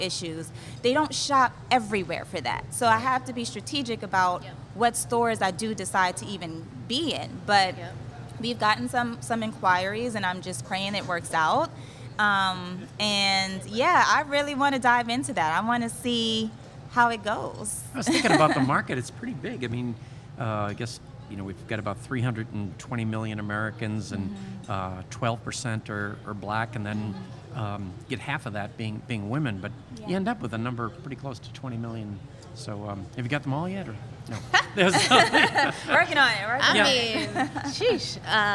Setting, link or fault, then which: setting, busy venue